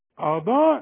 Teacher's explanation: اضاء لازم تمد اتنين الف عشان الكلمه دي بعد المد في همزه